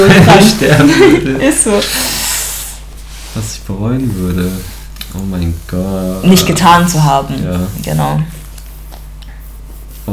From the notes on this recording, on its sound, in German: Die Audio ist etwas übersteuert